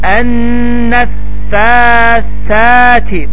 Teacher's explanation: Bu xət məd əlamətidir, uzatma miqdarıdır və bu xət hər hansı bir yerdə gördükdə və bu xüsusən fəthə ilə bir yerdə gəlir, bu zaman o deməkdir ki, həmin hərfi iki hərəkə miqdarı, yəni həmin səsi, ə səsini iki hərəkə miqdarında oxu